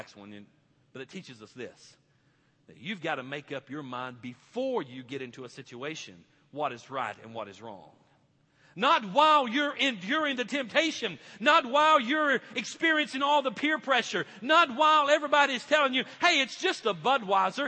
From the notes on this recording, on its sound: This message was preached at Victory Church on Youth Sunday.